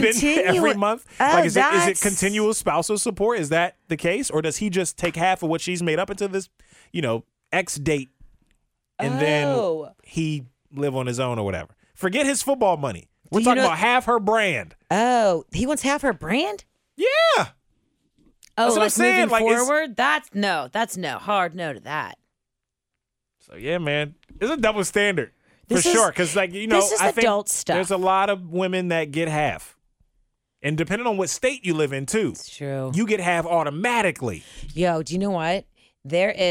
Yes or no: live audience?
no